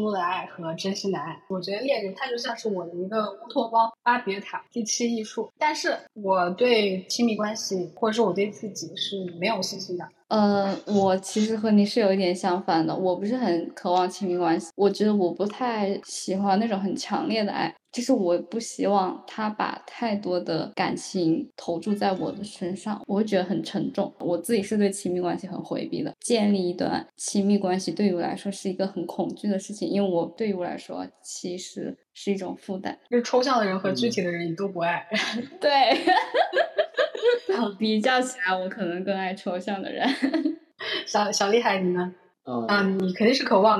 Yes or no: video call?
yes